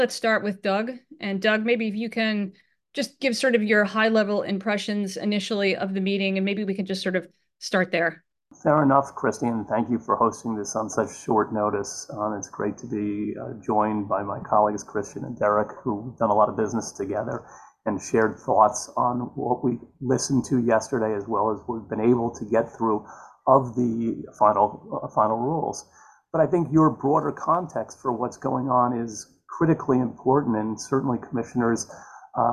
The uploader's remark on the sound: Spoke with a panel of SPAC legal experts. This originally aired as a live webinar.